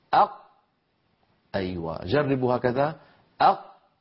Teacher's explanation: مهما ضغط الإنسان ما ممكن يمر ذرة صوت عند نطق القاف · Term: قافا ساكنة